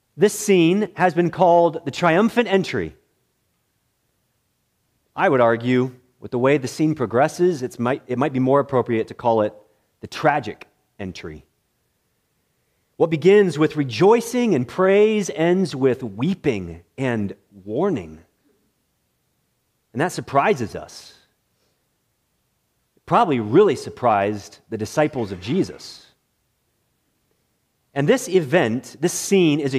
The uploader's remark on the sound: This message was preached in the morning worship service at Bethany Baptist Church